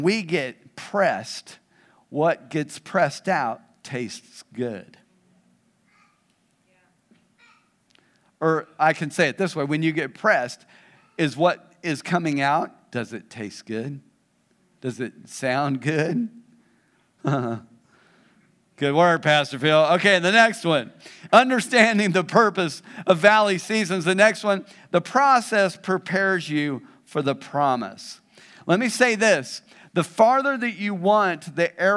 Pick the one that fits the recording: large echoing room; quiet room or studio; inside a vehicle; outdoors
large echoing room